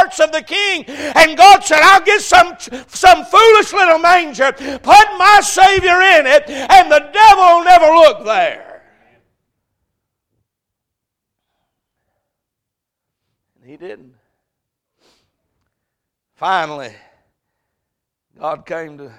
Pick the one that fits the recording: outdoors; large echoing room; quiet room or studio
large echoing room